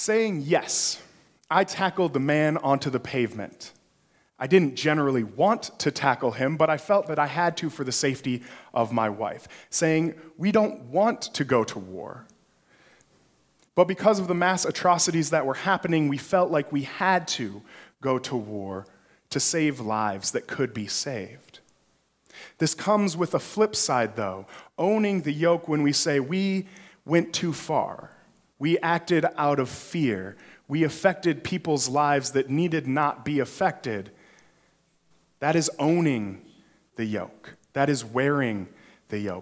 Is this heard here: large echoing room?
yes